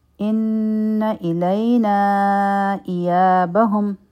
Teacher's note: نون مشدد دی، غنه به کو، لی حروف لین دی، نرم به وایو، په نون باندې منفصل مد دی، دا به څلور حرکا را کاږو یا به دوه حرکا را کاږو.